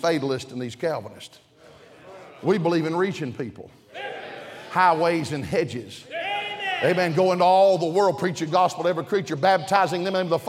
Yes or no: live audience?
yes